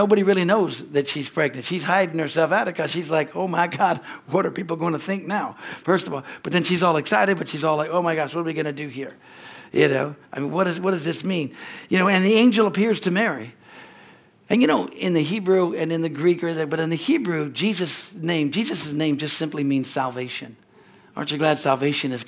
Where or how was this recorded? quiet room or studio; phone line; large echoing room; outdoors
large echoing room